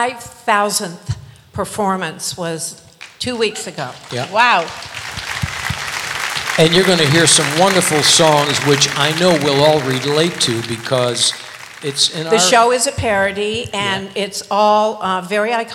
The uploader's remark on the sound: Live at the SouthPoint Casino